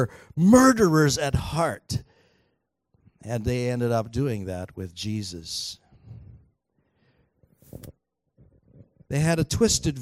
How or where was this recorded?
large echoing room